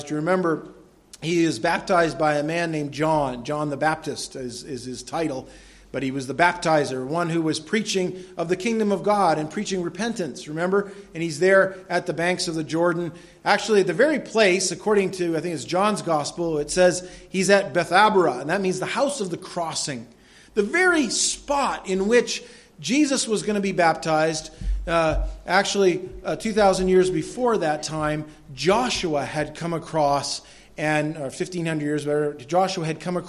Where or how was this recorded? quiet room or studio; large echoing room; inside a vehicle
large echoing room